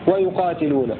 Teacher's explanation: بضم الياء وفتح القاف وألف بعدها وكسر التاء